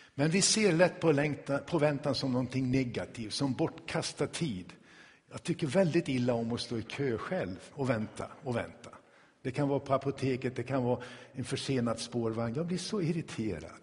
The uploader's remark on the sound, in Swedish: Inspelad i Tabernaklet i Göteborg